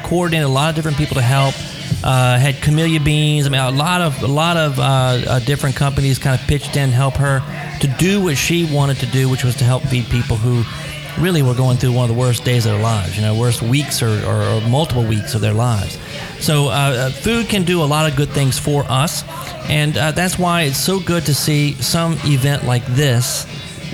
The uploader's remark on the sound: Exciting show today on location at Cavan restaurant on Magazine Street in New Orleans.